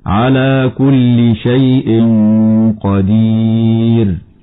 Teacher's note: يوقف عليها بترقيق الراء نظرا لسكونها بعد ياء ساكنة. هكذا على كل شيء قدير.